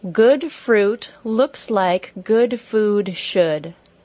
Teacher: That sentence alternates between the U as in put sound and the OO sound.